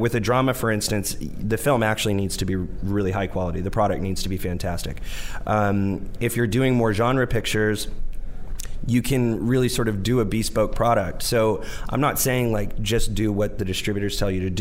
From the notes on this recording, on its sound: Live Interview. Broadcast LIVE form the American Film Market! Over 8,000 industry leaders converge in Santa Monica for eight days of deal-making, screenings, seminars, networking and parties.